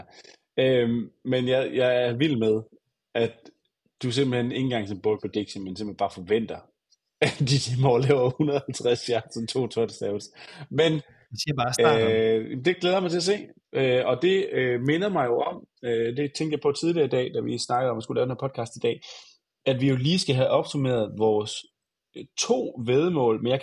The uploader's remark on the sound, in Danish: Og så er episoden her vores allerførste remote-episode, hvor vi har optaget fra hver sin lokation. Det gik sådan mellem-godt.